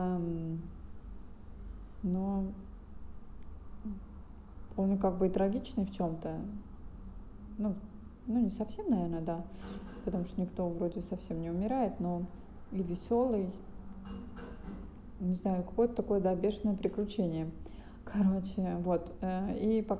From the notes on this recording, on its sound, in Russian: Извиняюсь за звук стройки на заднем плане.